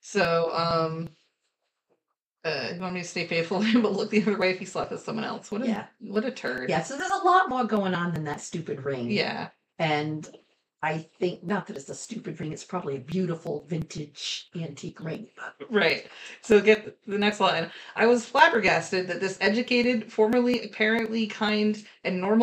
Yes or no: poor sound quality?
yes